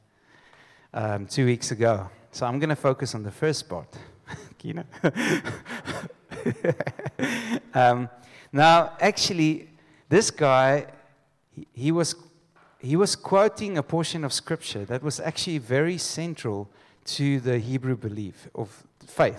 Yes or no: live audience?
yes